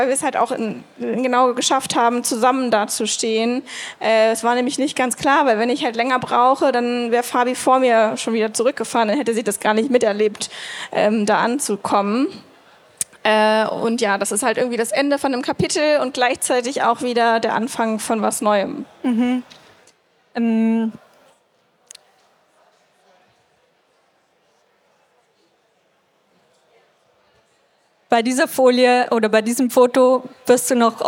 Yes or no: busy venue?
yes